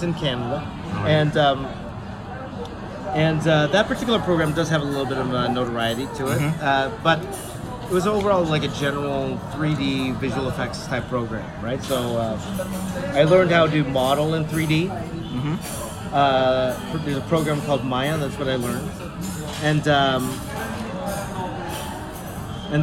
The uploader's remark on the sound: Visit to the Philippines, while having a mini fan meet at DC Superheroes Cafe in SM Mega Mall.